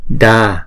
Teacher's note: Chữ Da này là hai nhịp, bởi vì A là trường âm.